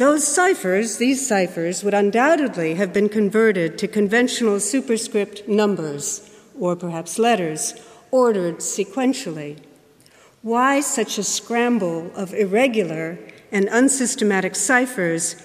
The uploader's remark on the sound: Keynote lecture